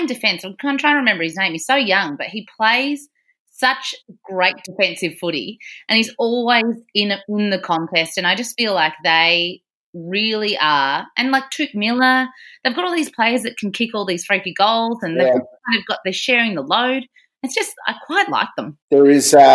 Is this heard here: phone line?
no